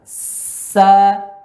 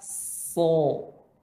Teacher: Sa dan so sama tempatnya, namun pada so pangkal lidah naik, kedua bibir agak sedikit ke depan.